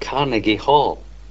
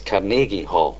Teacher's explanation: in Scotland, for some reason, we always put the accent on the second syllable · Shown in: second take · so we refer to it as Carnegie Hall.